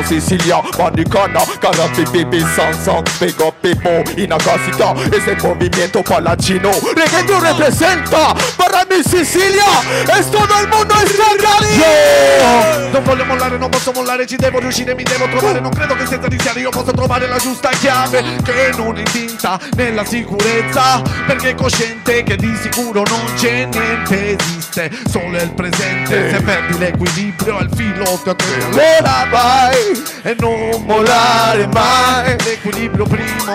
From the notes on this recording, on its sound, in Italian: Concerto del Primo Maggio Ennese 2015. Speaker sul palco.